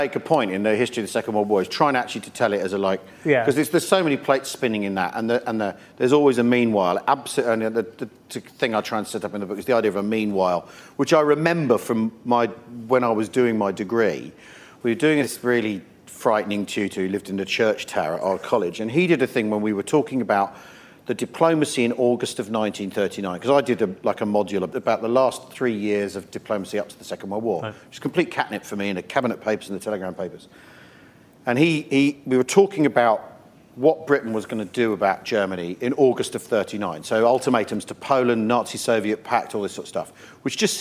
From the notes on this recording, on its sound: During lockdown in a central London bar with an online audience.